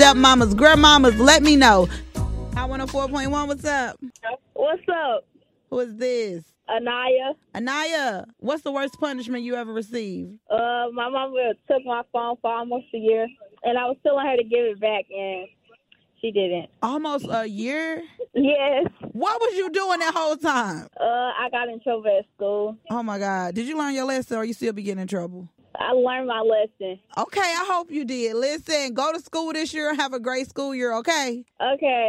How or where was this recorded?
phone line